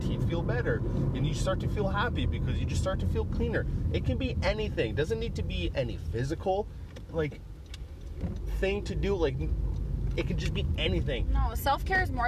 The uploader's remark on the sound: Picked up the wife and sprung this on her lol. I wanted to try out a recording while driving in the car from her work.